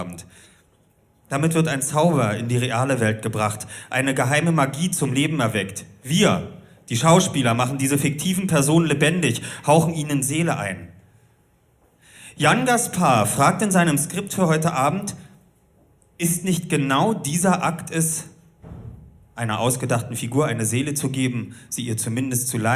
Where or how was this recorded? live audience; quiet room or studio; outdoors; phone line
live audience